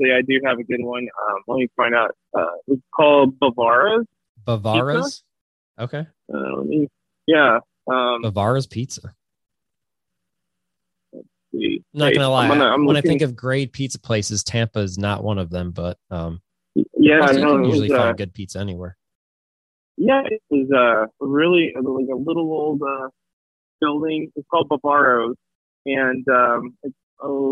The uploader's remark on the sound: calls in from the 2022 Competitive Carriers Association Annual Show in Tampa, FL